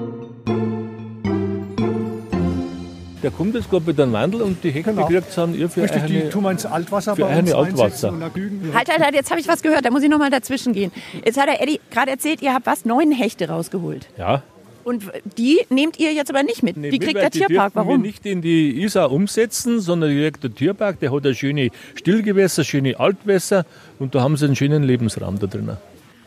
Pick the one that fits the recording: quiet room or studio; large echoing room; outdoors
outdoors